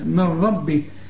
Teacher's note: النون اللي بعدها الراء إدغام كامل بدون غنة كأن النون غير موجودة